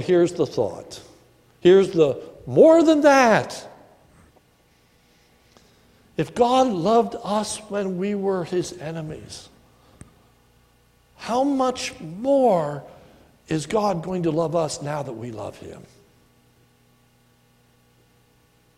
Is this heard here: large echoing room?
yes